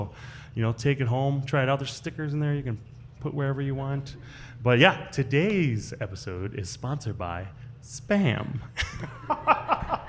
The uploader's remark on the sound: This episode is a recording of our September 19th live show, which was filmed at the Union Hmong Kitchen on Lake Street in partnership with SPAM.